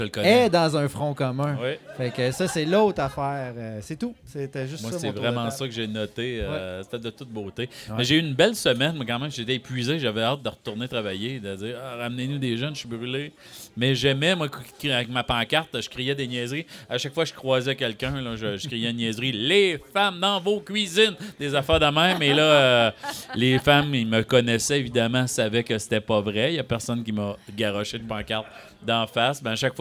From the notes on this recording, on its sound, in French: A été enregistré devant public au Broue-Pub la Perdrix.